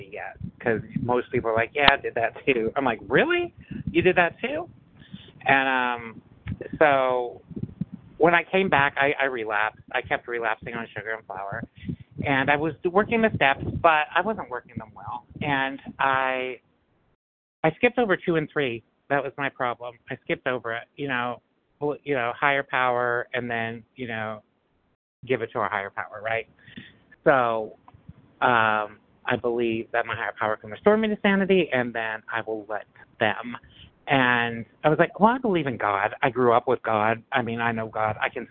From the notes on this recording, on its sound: 100 Pounders Phone Meeting